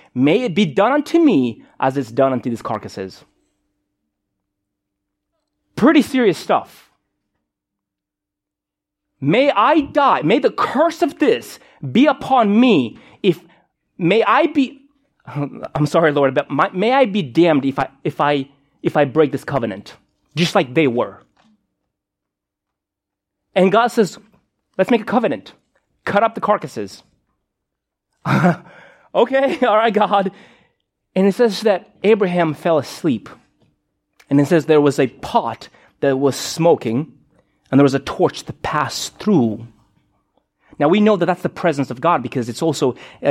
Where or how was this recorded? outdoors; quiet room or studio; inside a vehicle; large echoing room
large echoing room